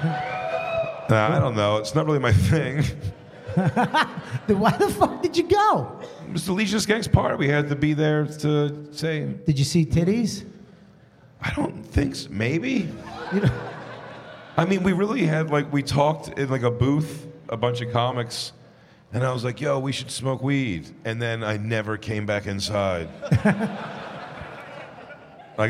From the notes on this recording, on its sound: The Bonfire at Skankfest Vegas. Skankfest returns to Las Vegas along with the Bonfire- live before a frenzied audience!